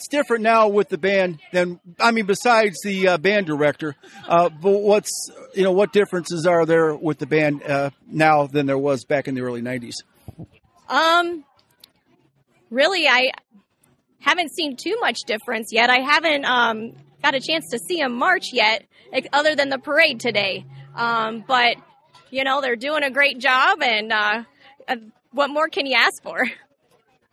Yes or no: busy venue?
yes